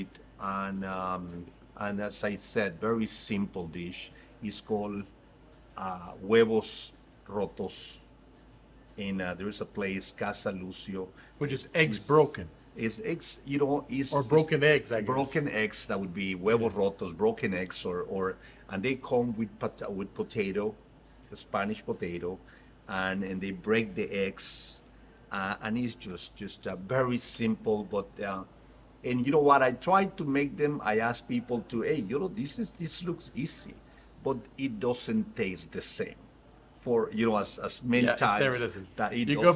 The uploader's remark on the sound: All this while we enjoyed dinner and tequilas at Picos Mexican Restaurant in Houston, Texas.